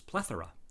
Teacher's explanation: The proper way to pronounce the word is plethora, with a stress on the first syllable.